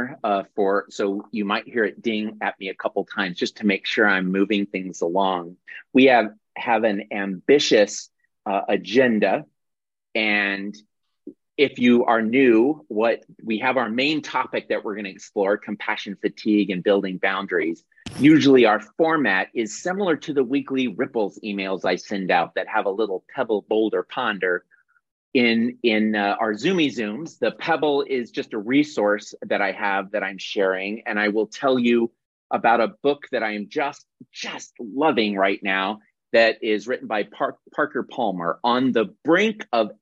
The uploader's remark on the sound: This is the audio recording of our monthly Zoomy Zoom